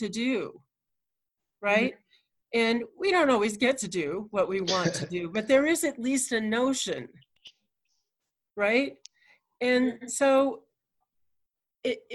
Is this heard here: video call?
yes